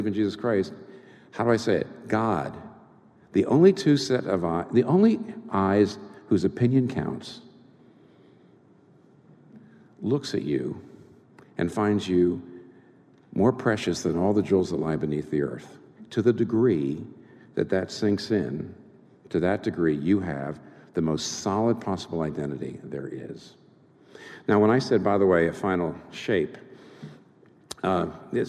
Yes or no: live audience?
yes